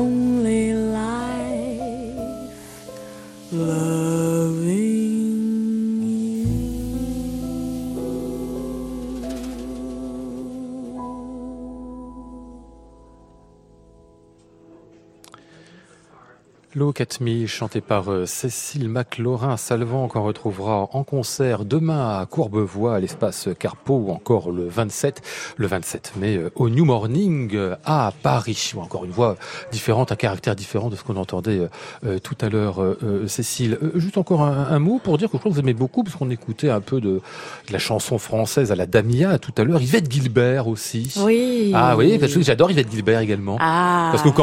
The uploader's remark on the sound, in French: c'est en direct et en public depuis le bar de l'Hôtel Bedford à Paris